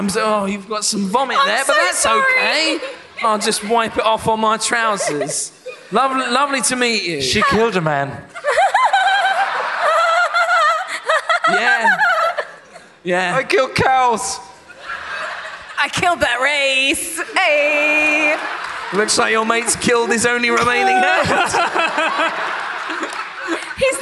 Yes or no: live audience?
yes